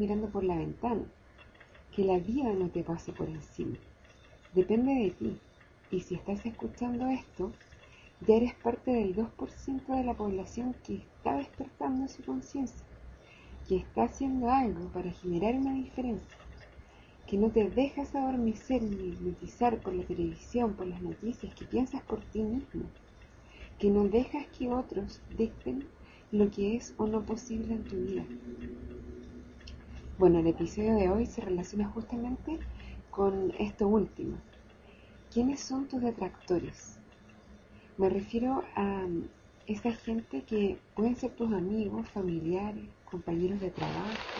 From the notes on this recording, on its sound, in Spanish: perdón por el mal sonido